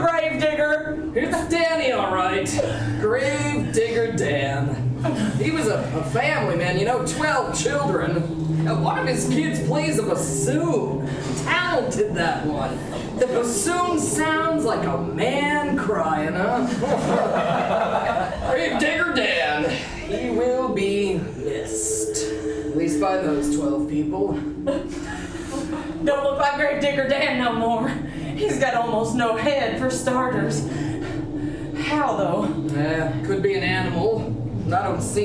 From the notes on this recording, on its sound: Live recording. We're releasing our first ever LIVE show, recorded back in September 2023 at 18th and Union in Seattle, Washington.